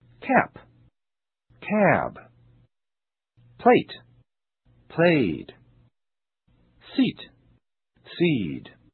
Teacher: how different vowel lengths are used to differentiate words ending in voiced and voiceless consonants